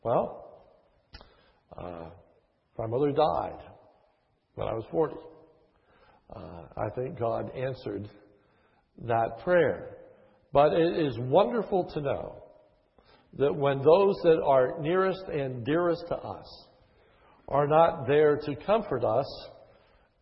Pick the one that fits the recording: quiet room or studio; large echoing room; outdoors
large echoing room